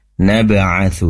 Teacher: Di situ ada ba sukun, tentunya kol-kolah dipantulkan.